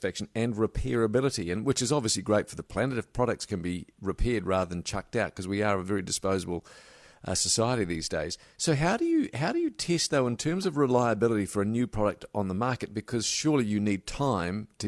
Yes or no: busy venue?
no